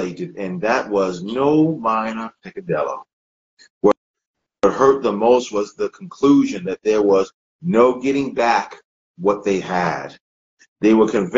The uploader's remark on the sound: part of a series of Instagram Live interviews